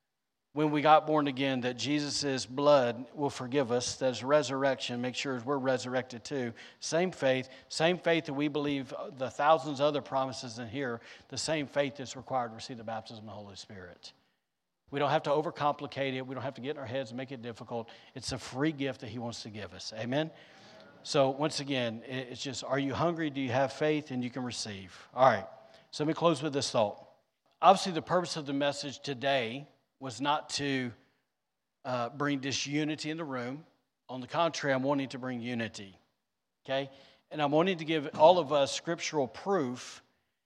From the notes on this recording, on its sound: recorded on Sunday, May 21st, 2023, during service at The Anchor Church in Rockport, Maine